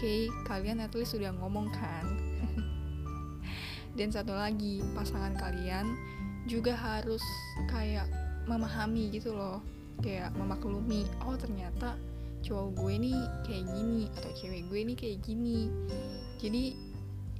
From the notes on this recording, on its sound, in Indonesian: sorry kalo ada noise